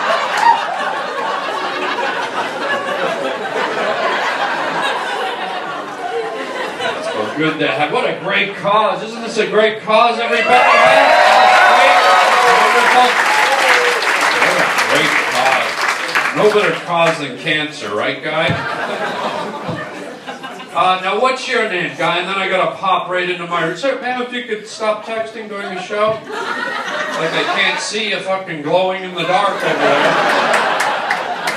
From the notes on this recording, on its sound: Does live stand up for a wonderful cancer benefit and ends up doing crowd work for 90% of his show. What a great crowd and a great cause.